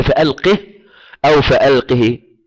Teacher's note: بكسرة خفيفة، جزء من الكسرة الذي هو الروم، القليل منها عند الوقف لأن الروم كالوصل.